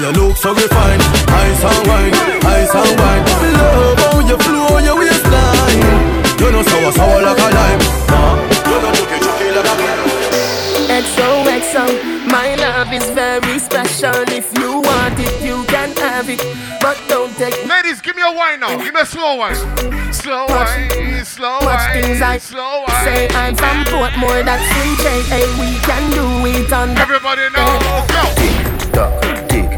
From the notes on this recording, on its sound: PDT - CALGARY - LIVE AUDIO (DIRTY). PDT NIGHT CLUB IN CALGARY ALBERTA.